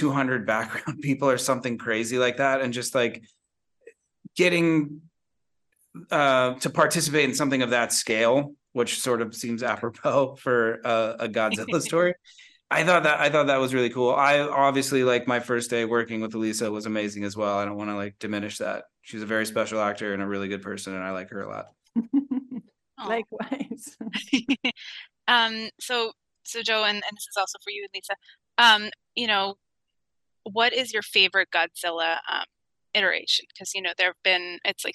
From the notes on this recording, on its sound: We sat down over Zoom for an exclusive interview